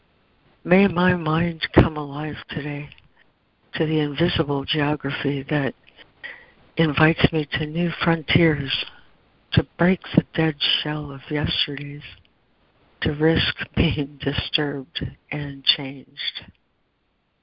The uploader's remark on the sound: ACIM Daily Conference Call